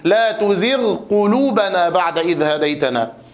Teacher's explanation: والغين هنا في أقل درجات التفخيم